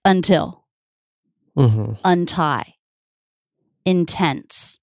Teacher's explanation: N and T are not in the same syllable, and the T begins a stressed syllable. · Term: true T